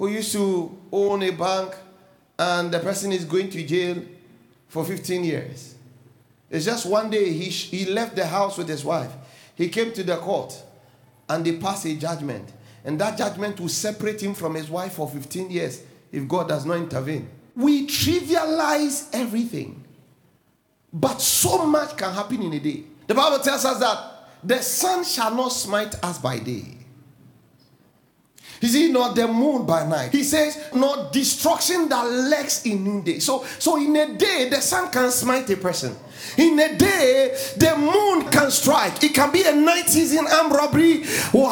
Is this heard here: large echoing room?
yes